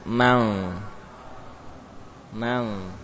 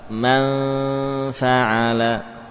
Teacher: M yang kedua terbentuk dari bibir bawah dengan gigi seri atas. Mam, mam, karena ingin menyiapkan pengucapan huruf fa.